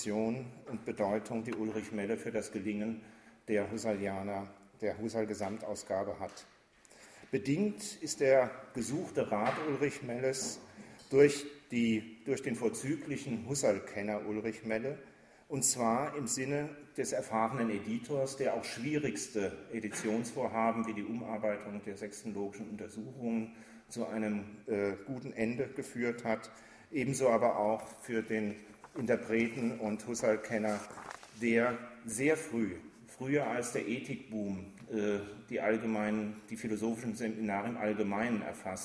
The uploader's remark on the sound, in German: Vortrag im Rahmen der Husserl-Arbeitstage 2009